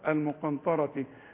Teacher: الغنة هنا تخينة بقى من اجل الطاء